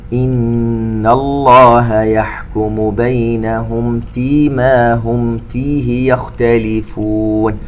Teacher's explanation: نون مشددة تغني بمقدار حركتين. ننتبه إلى الميم الساكنة في كلمة بينهم بعدها حرف الفاء إظهار، وكذلك ميم ساكنة في كلمة هم بعدها حرف الفاء أيضا إظهار شفوي.